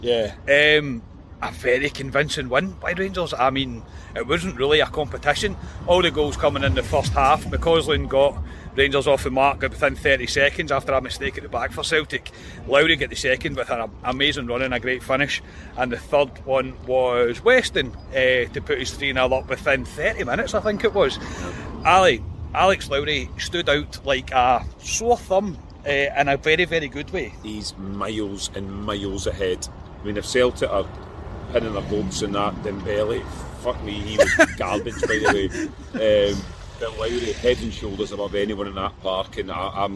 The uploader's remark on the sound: Reaction for outside Ibrox